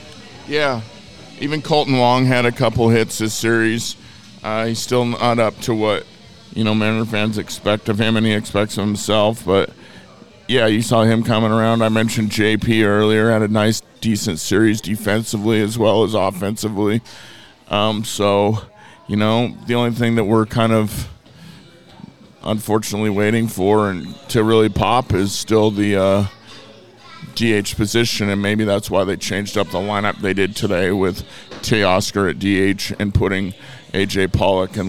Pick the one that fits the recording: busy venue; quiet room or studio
busy venue